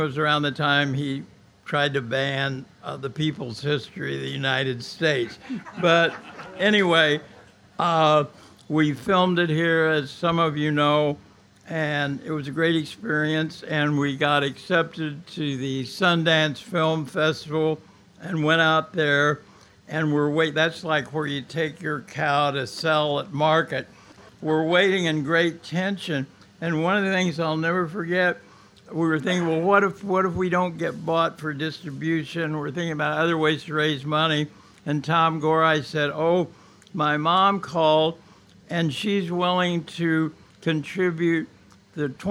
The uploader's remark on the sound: Recorded live at the legendary Red Key Tavern, May 8 2017